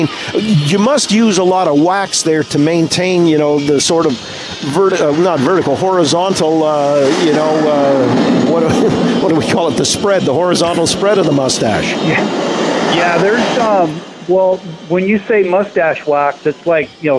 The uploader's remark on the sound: The conversation took place while we were live on location at Canada's Wonderland.